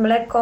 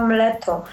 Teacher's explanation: zamiast głoski k często jeszcze wymawia ty, czyli zamiast oko mówi oto, zamiast mleko mleto. I to u dzieci 2-3-letnich nie powinno nas niepokoić.